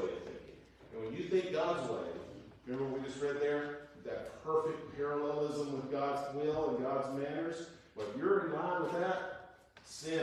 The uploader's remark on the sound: Warning: poor audio quality!